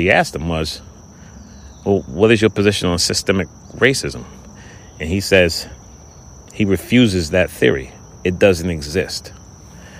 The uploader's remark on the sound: Experimenting with some recordings outside in the fresh air.